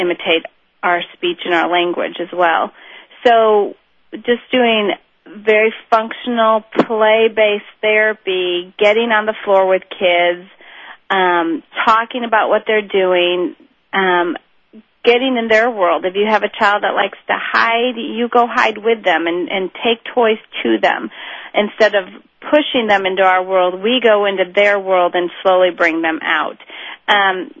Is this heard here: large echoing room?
no